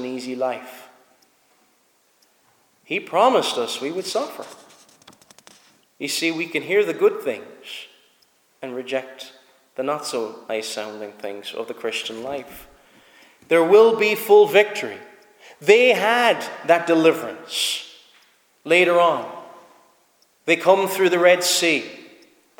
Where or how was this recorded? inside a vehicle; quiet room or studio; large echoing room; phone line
large echoing room